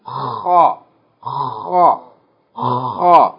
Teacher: the letter kha is pronounced from the throat. And it has a little scraping sound.